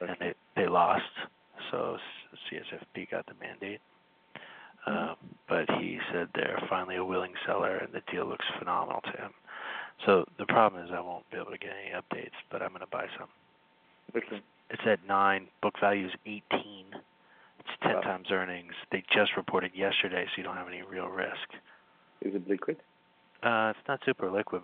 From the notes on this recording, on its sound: The audio of a phone call